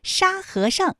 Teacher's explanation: 沙和尚这三个字，他们的声调分别是一声、二声和轻声，特别注意沙和尚，哎，在这里面最后那个上它是读轻声。你答对了吗？好，听完了好听的西游记之后呢，我们继续为大家带来的是成语里的名人故事。今天要听的是扑朔迷离。那你知道扑朔迷离这几个字的声调分别又是什么吗？好，我们继续听故事之后